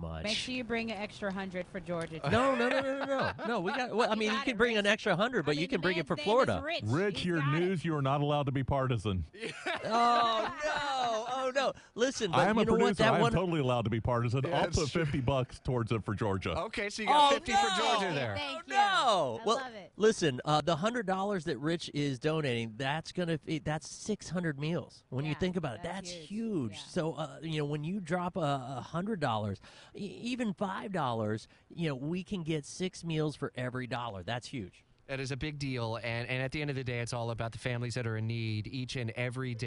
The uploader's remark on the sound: As they are live at the Puiblix in the Windsor Commons Shopping Center at Hodges & Beach Blvd.